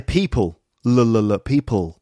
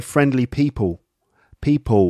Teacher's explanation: So it's more like a W instead of a L sound. · Shown in: second take · Term: estuary English